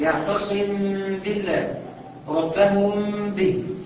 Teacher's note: يبقى هخفي الميم وذلك يستلزم الغنى · Term: الاخفاء